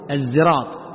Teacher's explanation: وقد قيل إنه قرئ بزاي خالصة الزراط، وهذه قراءة شاذة، أما الزراط بالزاي شاذة، والأصل فيه السين